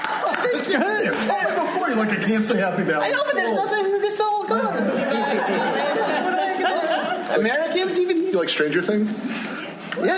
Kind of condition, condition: setting, busy venue